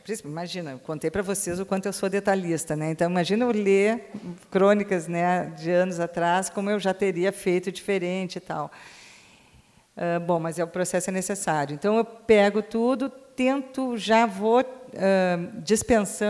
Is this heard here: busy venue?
yes